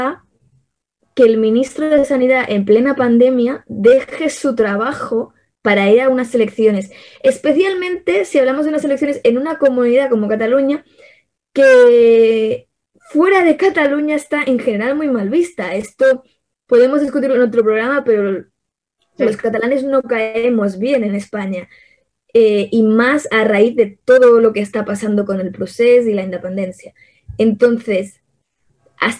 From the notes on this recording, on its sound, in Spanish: mesa de debate virtual